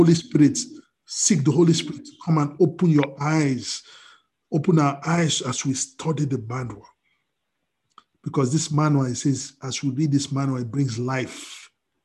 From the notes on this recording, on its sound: We are on Zoom now. Princeton FTLW Church will be having our Sunday services on Zoom.